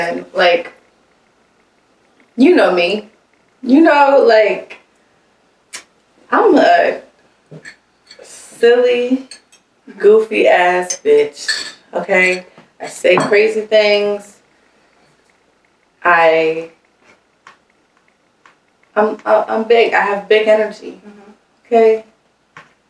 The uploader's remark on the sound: one of these days, the mic will do as it's told.